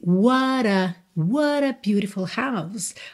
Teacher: Geralmente, quando você tem what a, isso vai soar what a. Ok? Você vai emendar essas duas palavras.